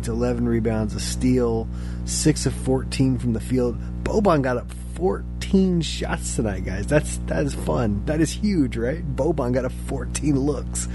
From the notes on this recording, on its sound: apologies for the background "hum"